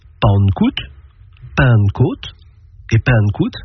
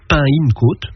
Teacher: Cela concerne la nasalisation de la syllabe initiale et la voyelle de la syllabe pénultième, l'avant-dernière.